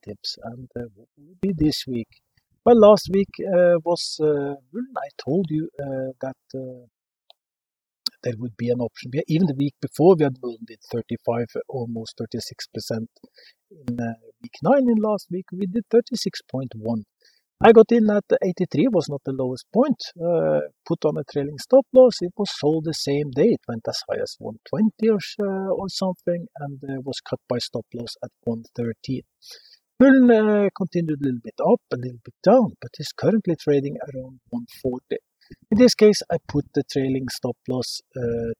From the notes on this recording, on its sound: This episode is recorded outside in the mountains on the western coastline and this affects the sound quality.